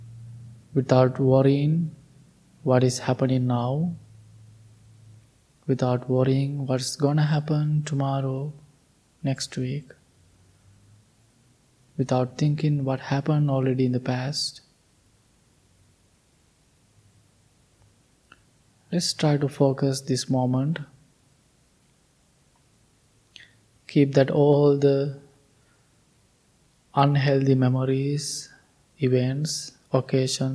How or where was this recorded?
large echoing room